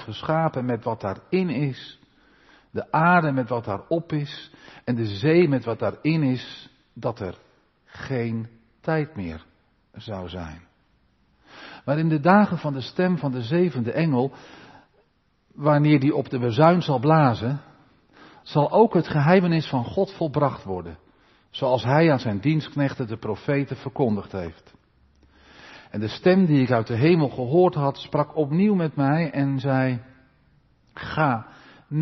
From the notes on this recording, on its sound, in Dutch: De preek is op 20 maart opgenomen in de Maranathakerk in Groningen.